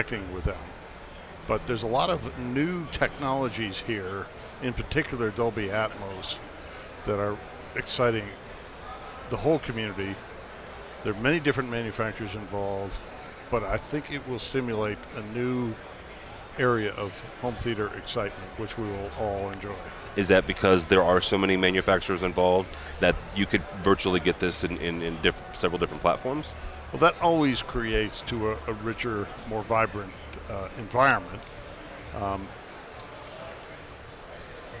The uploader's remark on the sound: We are live from CEDIA Expo 2014. There are a cast of contributors from manufacturers to integrators and programmers.